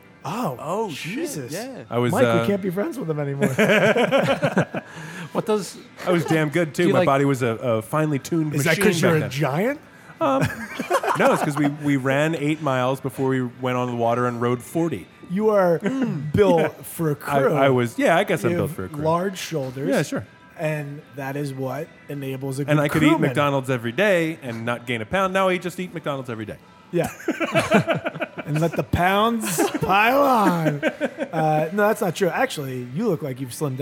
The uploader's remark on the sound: Welcome to the first remote book.record.beer cast. Indulge in a local brew supplied by our recording hosts! Much thanks goes out to "The Foodery," our local Manayunk suds shop on Ridge Ave, where this episode was recorded.